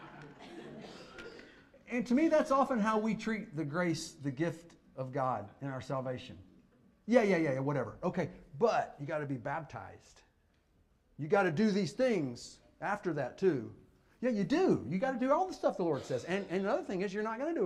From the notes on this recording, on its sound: Fuquay-Varina church of Christ sermon audio